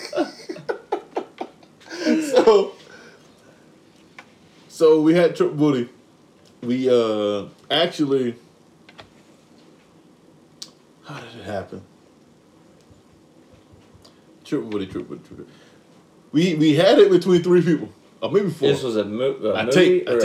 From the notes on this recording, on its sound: the audio sucks WE KNOW